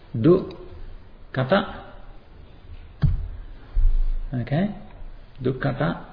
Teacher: dukkata also has a retroflex t here